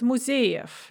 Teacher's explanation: because that v is in word final position, we pronounce it f